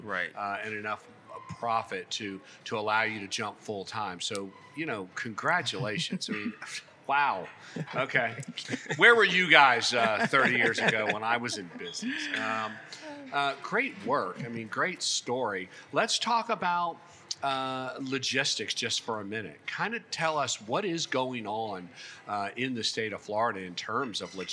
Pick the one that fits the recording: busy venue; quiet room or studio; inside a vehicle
busy venue